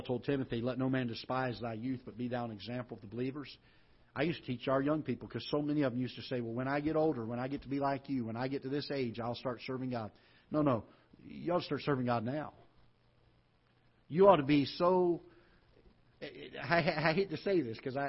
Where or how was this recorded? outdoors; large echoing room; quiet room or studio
large echoing room